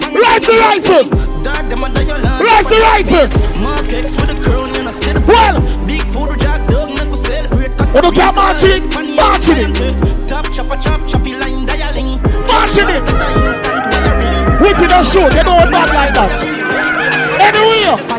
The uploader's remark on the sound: BRUNCH AT BREW'D [LIVE AUDIO]